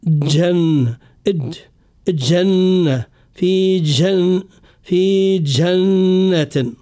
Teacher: الجيم في كلمة جنة، الجيم فيه مشكلة بالنسبة للمسلمين عامة في العالم الكل، لأن العالم مقسم في النطق في حرف الجيم، هناك من ينطق به ممزوجا ومختلطا بصوت الدال